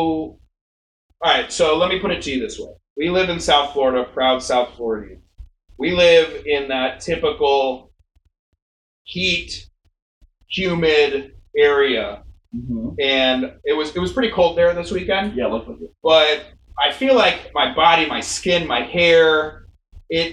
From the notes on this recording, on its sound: Serious sound issues on this episode.